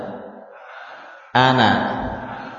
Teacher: Lidah pada gusi. Saat kita mengharokati nun tentu akan terjadi apa? Penempelan ujung lidah dengan gusi. · Term: gunah